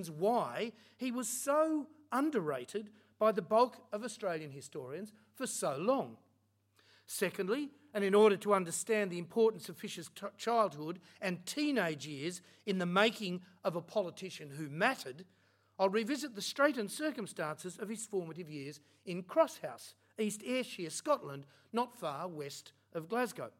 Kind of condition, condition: setting, large echoing room